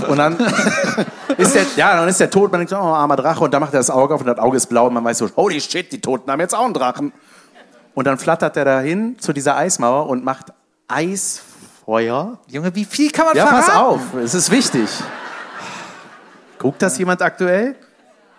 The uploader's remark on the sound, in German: Live in Köln